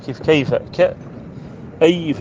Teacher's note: هذه الياء هنا ساكنة وقبلها فتحة الكافي فتسمى حرف لين